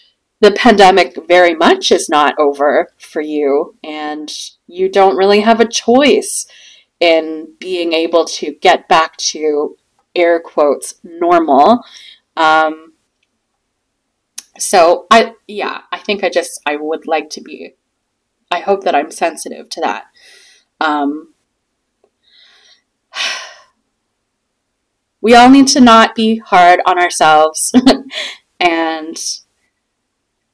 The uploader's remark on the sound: The $40 tiny mic was maybe not the best investment and recording in QuickTime and uploading with no edits was *a choice.